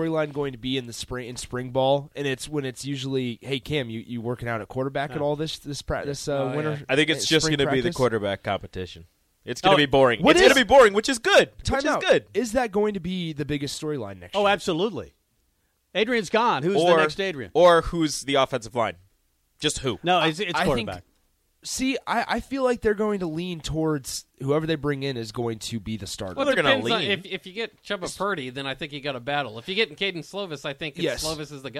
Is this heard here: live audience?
no